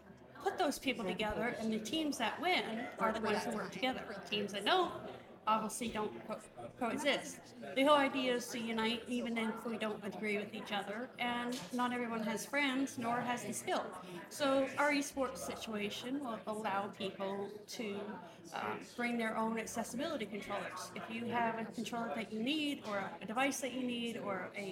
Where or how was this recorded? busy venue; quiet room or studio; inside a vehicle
busy venue